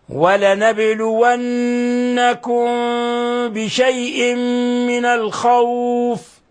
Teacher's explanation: ميم ساكنة جاء بعدها الباء، الحكم التجويدي إخفاء شفوي